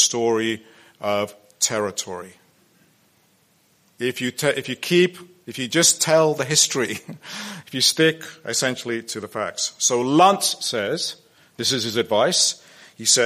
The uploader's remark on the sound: The following is a presentation made at the 2022 Transcending the Israel lobby at Home & Abroad conference held on March 4 at the National Press Club.